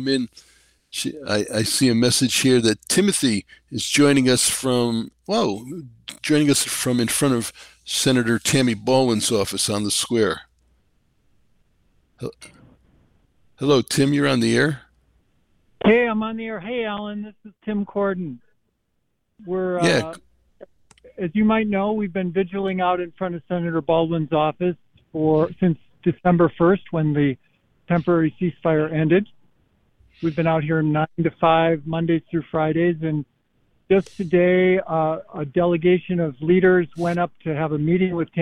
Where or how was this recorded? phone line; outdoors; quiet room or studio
phone line